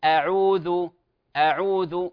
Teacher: الهمزة ليست مفخمة ولا العين كذلك مفخمة